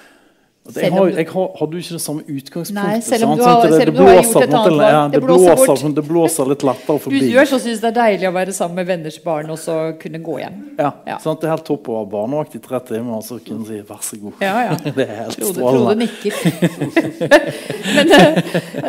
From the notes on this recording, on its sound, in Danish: Panelsamtale på Litteraturhuset i Bergen. Med publikum i salen.